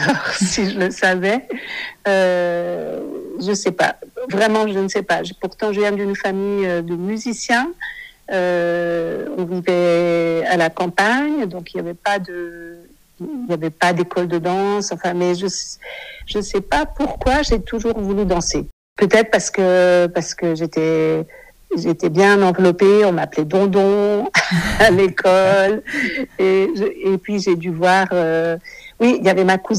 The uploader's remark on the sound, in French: Cet épisode a été enregistré par téléphone